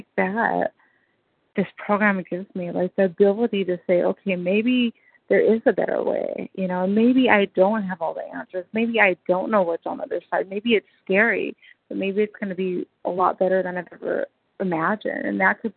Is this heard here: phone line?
yes